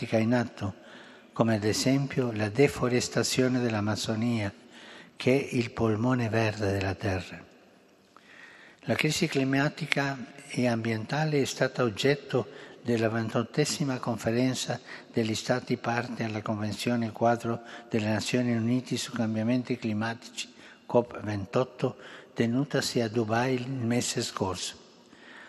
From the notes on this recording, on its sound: FROM THE HALL OF BENEDICTIONS. AUDIENCE TO THE MEMBERS OF THE DIPLOMATIC CORPS ACCREDITED TO THE HOLY SEE.